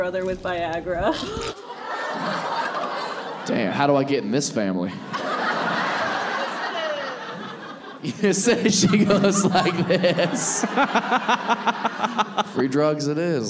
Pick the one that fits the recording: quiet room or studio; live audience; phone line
live audience